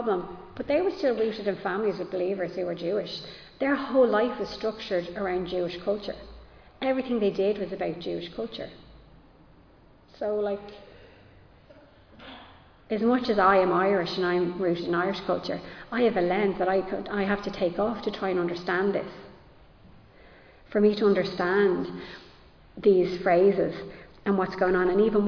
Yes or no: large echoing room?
yes